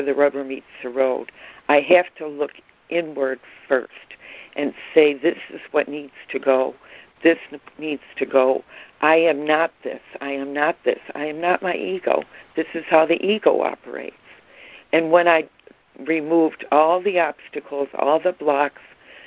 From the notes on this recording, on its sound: ACIM Daily Conference Call.